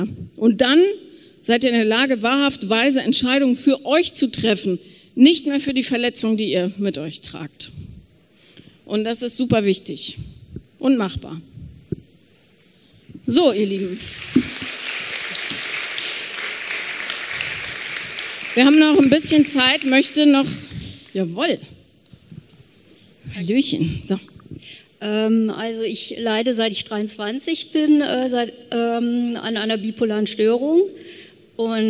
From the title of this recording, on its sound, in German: Q&A LIVE auf dem Hear & Now Podcast Festival in Köln